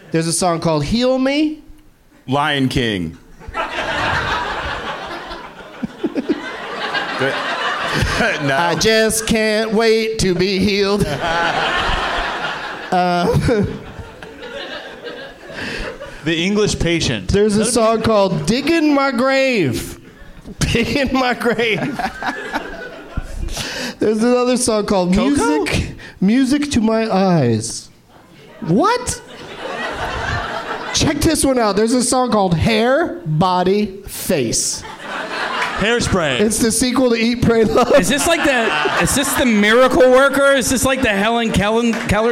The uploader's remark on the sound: Live from the Helium Comedy Club in Philadelphia